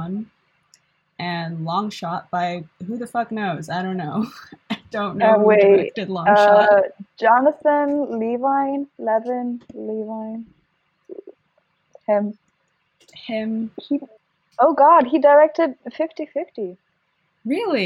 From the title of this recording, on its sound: shitty audio!